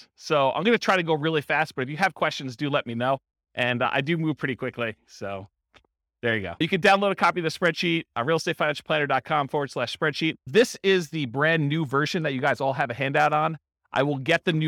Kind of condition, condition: setting, live audience